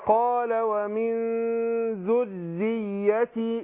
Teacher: تشديد الياء من ذري والراء مرققة